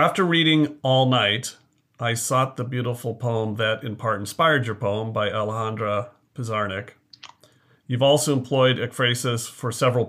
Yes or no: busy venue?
no